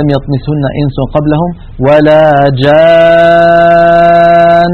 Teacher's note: هذه النون المشددة لابد من تطويل غنتها أكمل ما تكون كما هي في الوصل